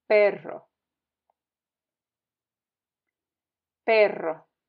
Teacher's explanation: double R, which is always strong or trill.